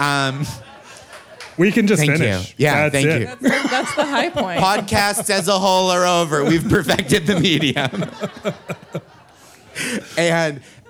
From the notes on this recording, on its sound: This episode was recorded on the JoCo Cruise. This episode was recorded on the JoCo Cruise.